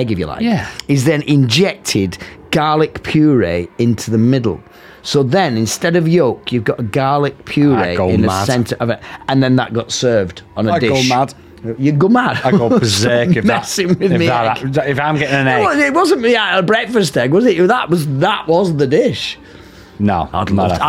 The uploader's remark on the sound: Live from blackpool grand theatre christmas special. Recorded during and in between performances at Blackpool Grand Theatre. We are lucky enough to be joined by some of the cast from this years panto.